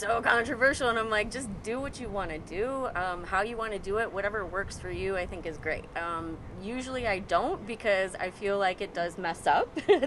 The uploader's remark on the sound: Chats with 2 guests. Recorded live from a Le Selva (USA) event in San Antonio, Texas.